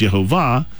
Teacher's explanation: the name Yehovah is pronounced Yehovah with the emphasis on the last syllable. Now, a lot of people say Jehovah, and the only real area there is it's the second syllable.